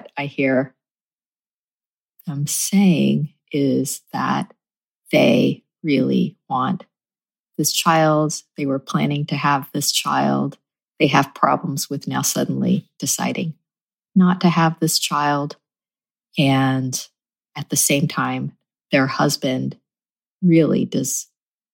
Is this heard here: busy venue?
no